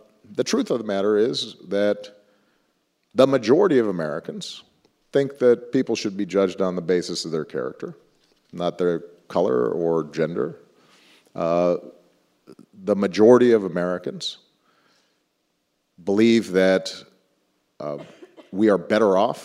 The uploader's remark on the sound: in Hyde Park for a special live taping of the Axe Files